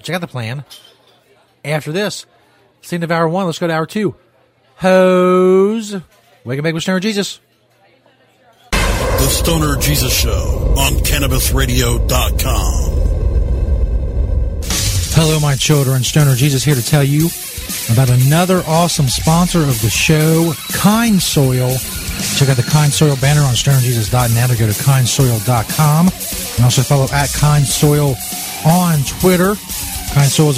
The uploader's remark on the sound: LIVE from the Cock&Balls Pub in East Stoner Heaven